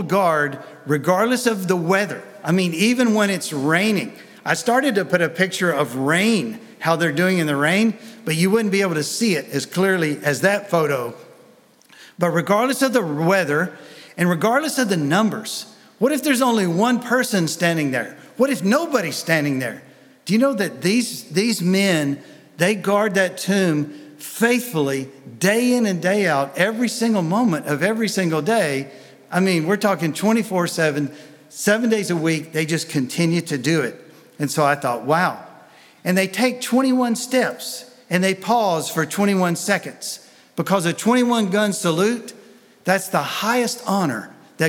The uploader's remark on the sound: Sunday Message recorded 05 February 2023